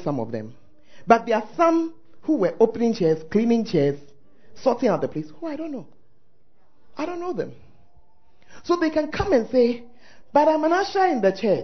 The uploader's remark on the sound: Preached At The First Love Center, Ayeduase